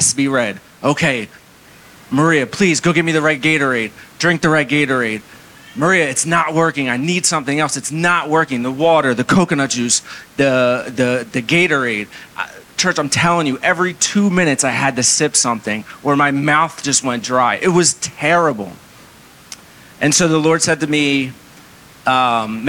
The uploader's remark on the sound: Recorded in Maranatha Family Church Kabacan, North Cotabato, Philippines